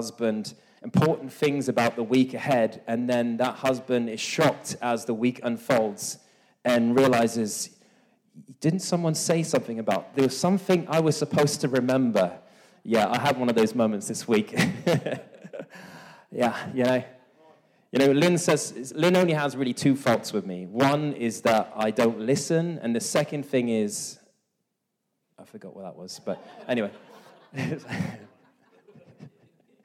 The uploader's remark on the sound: This message was recorded live at our Malmö Gathering on Sunday, April 2nd, 2023.